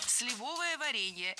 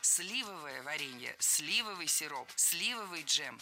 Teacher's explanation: Сливовое варенье – это ошибка. Ударение в нашем прилагательном должно падать на первый слог. · Shown in: second take